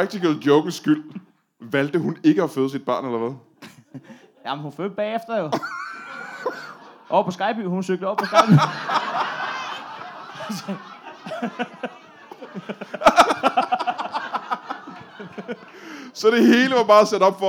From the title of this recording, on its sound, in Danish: LIVE fra Præstø